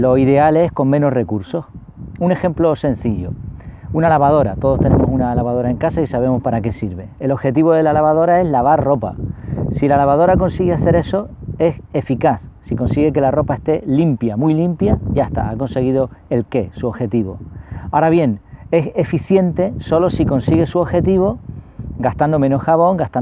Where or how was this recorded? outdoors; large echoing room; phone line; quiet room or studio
outdoors